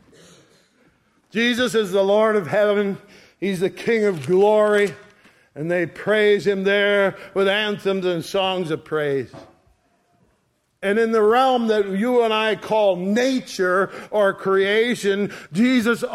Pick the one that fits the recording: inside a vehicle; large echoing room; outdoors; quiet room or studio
large echoing room